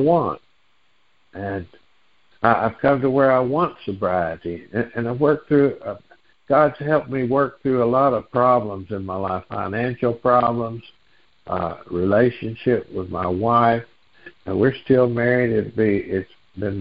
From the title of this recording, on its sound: Noon Phone Meeting Speaker Series